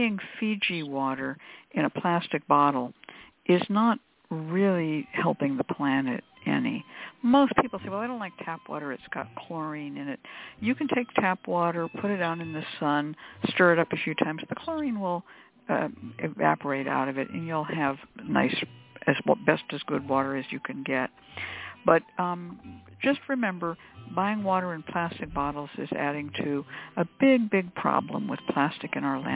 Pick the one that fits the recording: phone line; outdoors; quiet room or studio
phone line